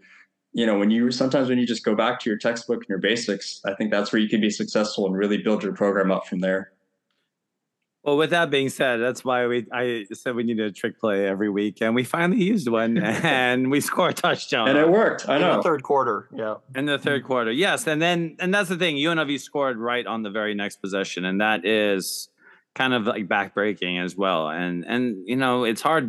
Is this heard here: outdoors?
no